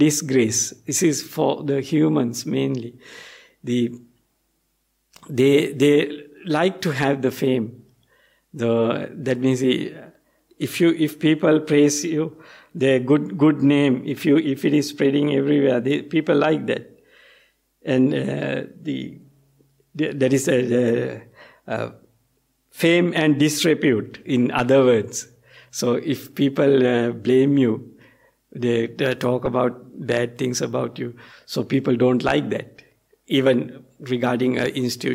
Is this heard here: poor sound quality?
no